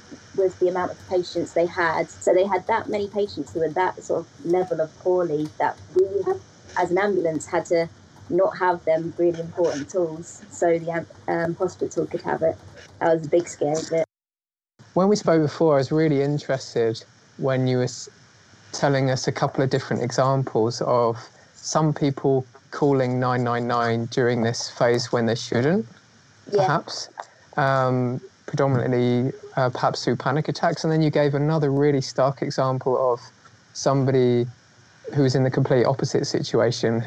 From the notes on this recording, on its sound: In this episode we share some audio highlights of Statement Art's first-ever live online event, The Great Disorder. The event was a private view with a difference.